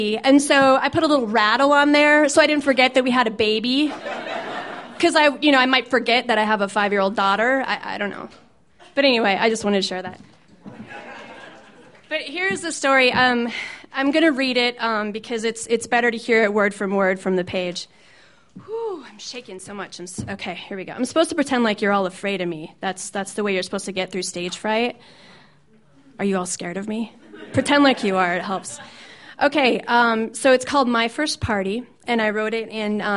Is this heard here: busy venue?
yes